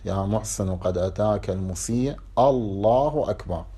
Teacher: وصلتها بما قبلها ولكن مع تسكين الكلمة السابقة، فهنا لا تسقط الهمزة · Term: همزة قطع